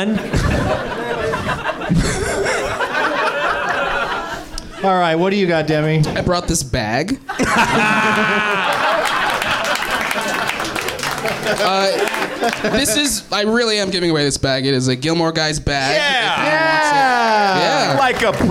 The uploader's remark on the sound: Live from the NerdMelt Showroom in LA